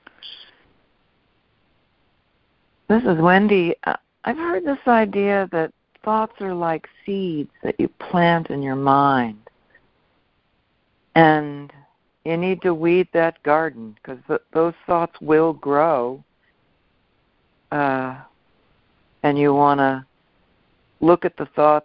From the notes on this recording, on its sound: ACIM Daily Conference Call.